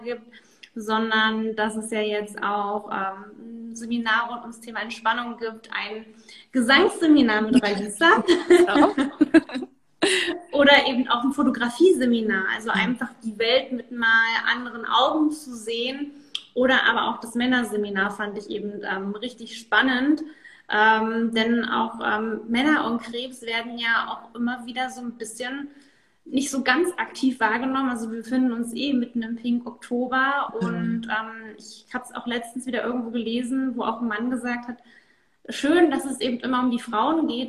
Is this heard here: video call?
yes